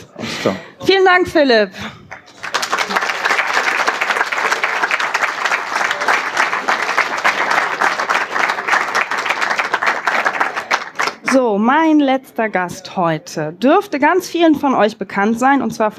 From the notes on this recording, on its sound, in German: 33c3-sendezentrum. Live vom 33C3.